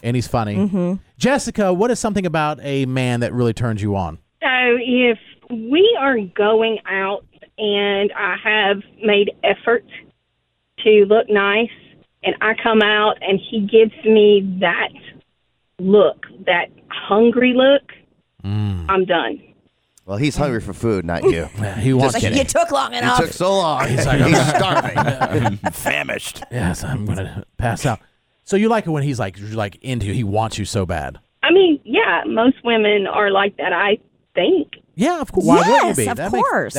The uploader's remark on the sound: AMLs called in as well to tell us what drives them crazy too!